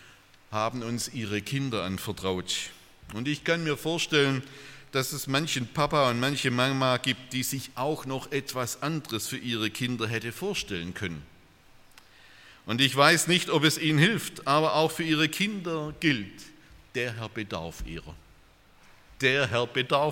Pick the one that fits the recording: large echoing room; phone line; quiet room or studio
large echoing room